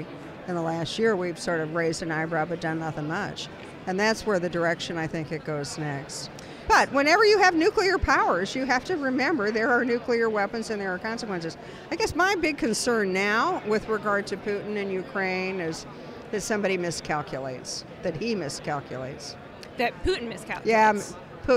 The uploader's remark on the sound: joins the podcast from the Conservative Political Action Conference in Orlando, Florida